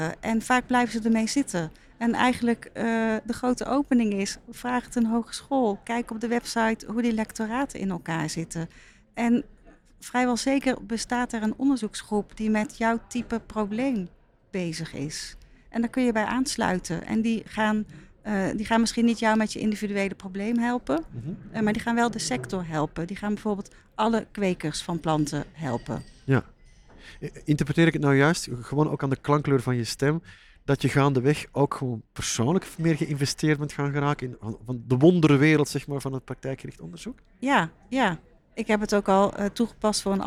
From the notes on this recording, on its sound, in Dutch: Is een podcastserie opgenomen op het SIA congres 2023, het jaarlijkse congres van Regieorgaan SIA. Deze keer vond het congres plaats in de Woonindustrie in Nieuwegein en daarom vonden we het niet meer dan passend om de podcasts letterlijk in bed op te nemen.